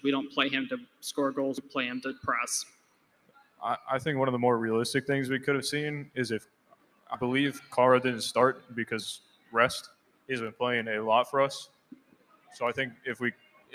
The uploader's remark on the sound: Big thanks to Tin Roof Orlando for letting us do our first ever live podcast at their venue!